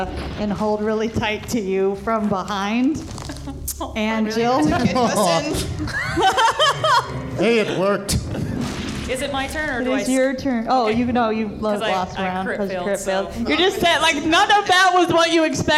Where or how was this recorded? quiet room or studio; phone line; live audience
live audience